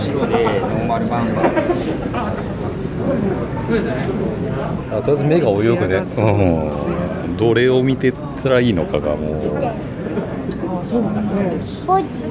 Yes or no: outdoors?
yes